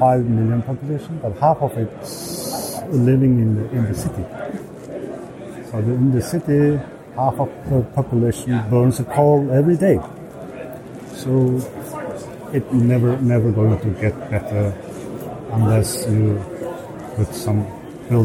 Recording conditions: busy venue